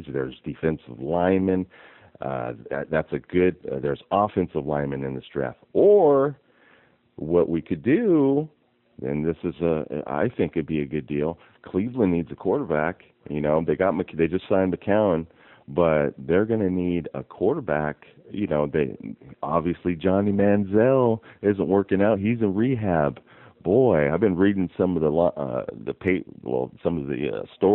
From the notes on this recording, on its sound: Raider Nation "Boneline" Call-in Segment.